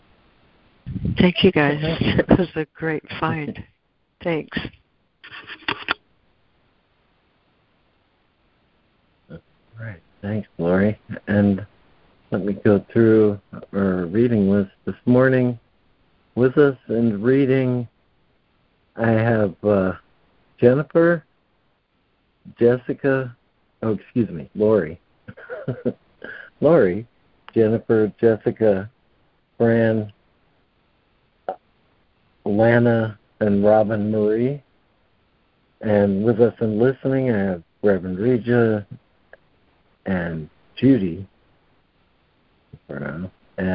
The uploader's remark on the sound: ACIM Daily Conference Call